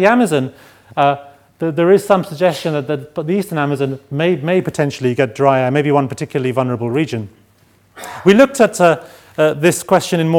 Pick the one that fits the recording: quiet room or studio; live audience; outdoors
live audience